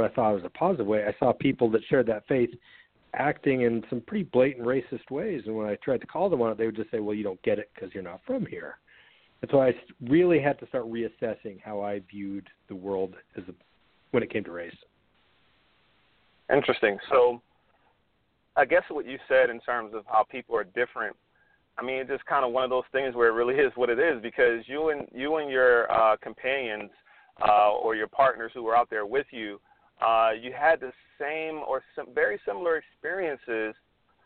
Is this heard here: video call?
no